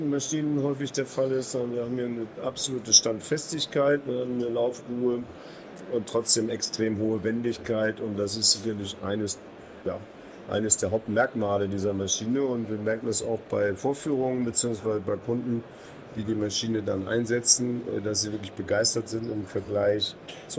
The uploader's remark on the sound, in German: LECTURA ist derzeit auf der Messe Agritechnica 2023. Hören Sie sich unser Live-Gespräch mit Ausstellern.